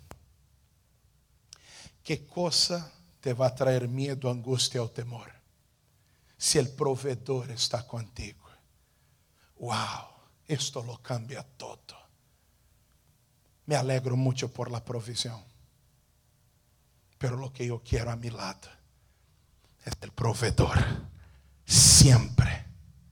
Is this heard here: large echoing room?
yes